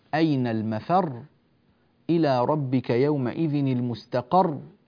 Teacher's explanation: هنا الآية العاشرة، في الآية العاشرة والآية الثانية عشرة، انتهت هاتان الآيتان براء مشددة: أين المفر إلى ربك يومئذ المستقر. وهذا يحتاج إلى نبر وضغط وانتقال من الحرف قبل الأخير إلى الراء المشددة بقوة وبضغطة على الصوت، هذه لا بد منها أيها الإخوة والأخوات، حتى لا يصير النطق أين المفر المستقر.